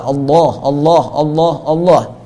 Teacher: Nanti hukumnya terkait dengan lam, seperti di huruf jalalah misalnya Allah, ketika lamnya fathah maka dibaca tafkhim tebal